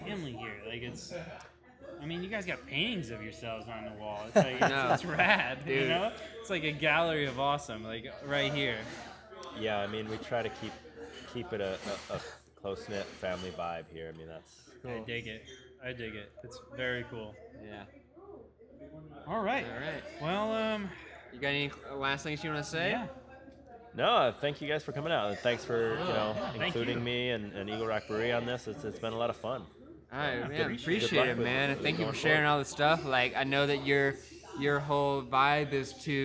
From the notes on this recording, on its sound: Live! From Eagle Rock Brewery.